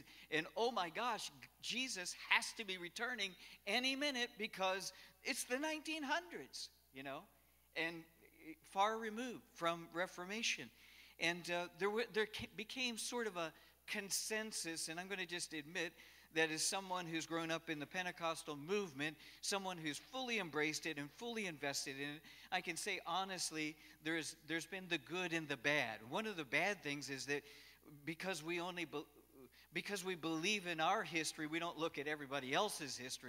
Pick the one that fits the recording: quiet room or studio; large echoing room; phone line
large echoing room